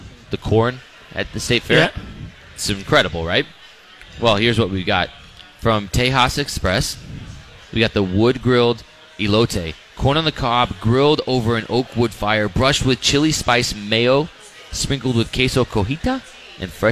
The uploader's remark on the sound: Live from The Local in Minneapolis!